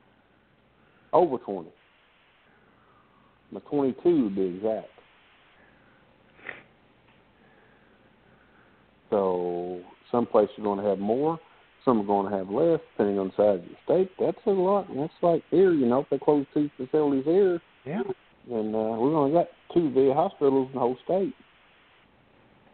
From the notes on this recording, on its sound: This is an open call in show. Audience participation is welcome.